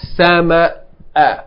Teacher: And it's a glottal stop, meaning you have to have a break in the word.